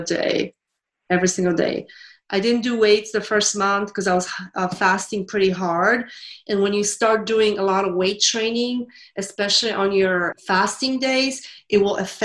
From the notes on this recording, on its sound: This is a replay from a Zoom Call. For our FB private fasting ladies group.